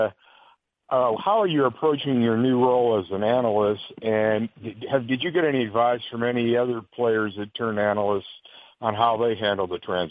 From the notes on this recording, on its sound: MLB Opening Day Conference Call